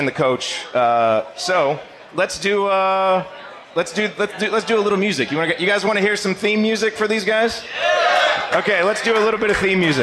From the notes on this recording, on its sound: Hosted a live show at Switchyard Brewing breaking down the game. Answering audience questions.